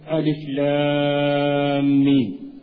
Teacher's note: ألف مدها حركتين، ليس عليها علامة المد